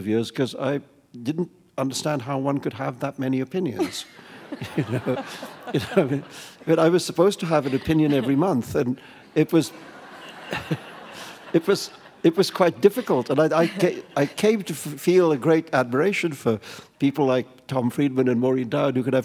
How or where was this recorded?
live audience